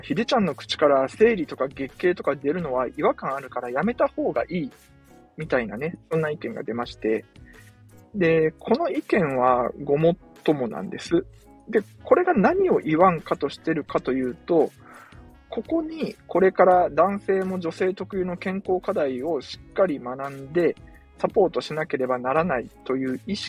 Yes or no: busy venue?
no